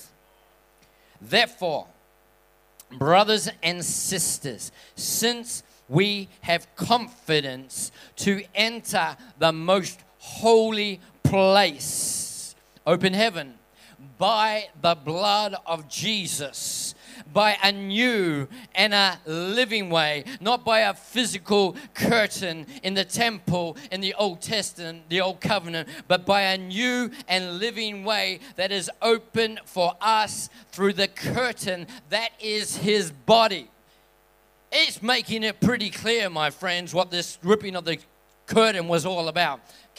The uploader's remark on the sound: This message was recorded on 01/02/2020 at River Edge Church.